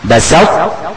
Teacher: لكن تيجي مثلا في قول الله سبحانه وتعالى لئن بسطت، ما بقولش بسطت تا، بسطت لا، بقول ايه بسطت، اطلع بالطاء وانزل بالتاء